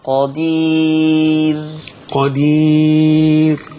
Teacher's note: قدير مرققة من غير ما نكرر الراء